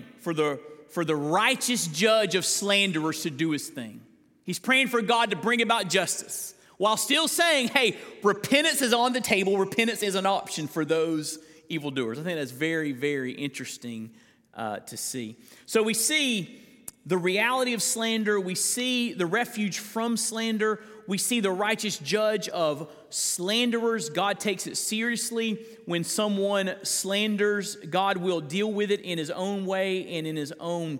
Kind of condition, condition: setting, live audience